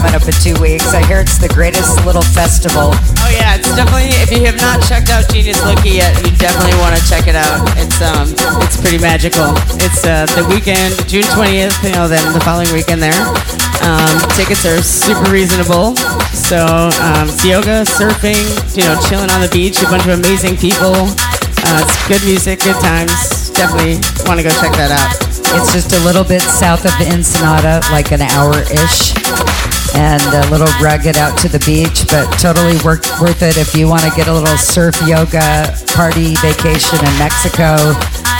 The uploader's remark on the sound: LIVE from Essex House in DTLA